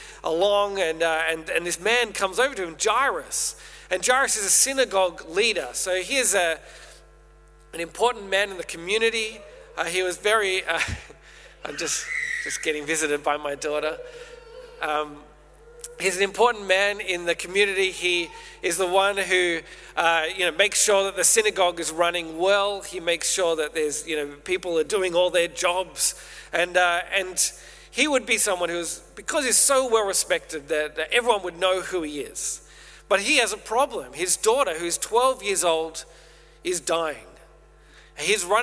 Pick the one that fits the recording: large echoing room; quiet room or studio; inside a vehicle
large echoing room